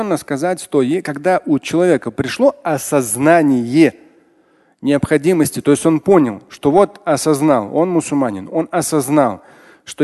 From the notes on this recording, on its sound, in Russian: Фрагмент пятничной лекции. Отвечает на вопросы из зала.